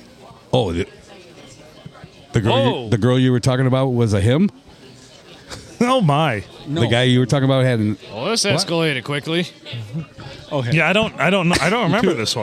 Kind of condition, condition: setting, busy venue